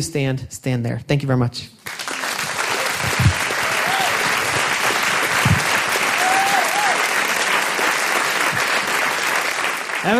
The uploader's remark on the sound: These stories were recorded live at Buntport Theater on July 18, 2014 as part of a special collaboration with Pivot TV and Rooftop Comedy.